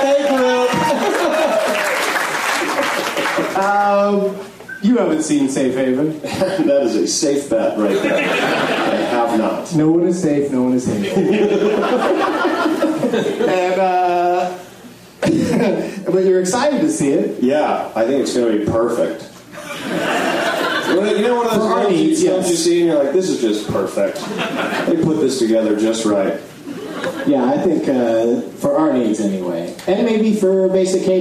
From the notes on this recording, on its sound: This shorty features the audio from the opening of The Benson Movie Interruption. At Cinefamily.